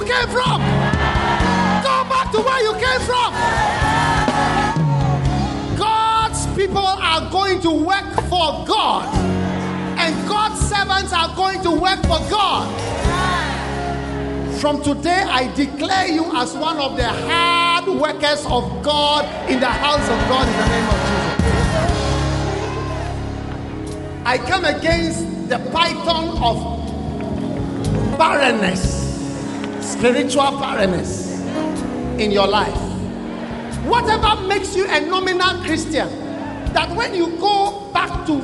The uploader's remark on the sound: Preached at the Good Friday Service at the Independence Square, Accra.